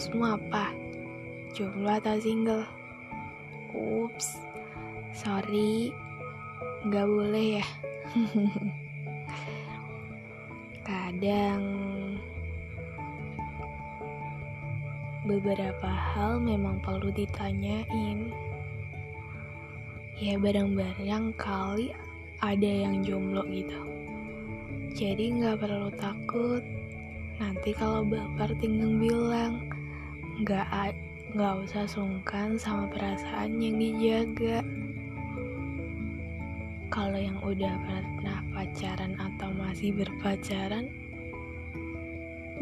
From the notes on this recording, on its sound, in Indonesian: Maafin kalo ada suara yang lain yang masuk